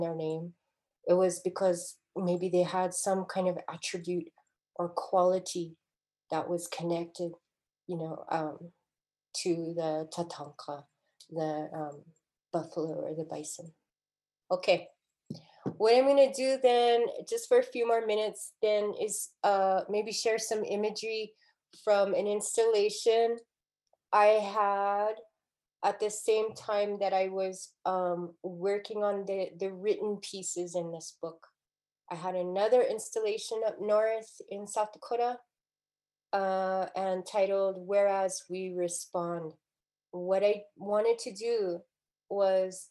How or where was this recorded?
video call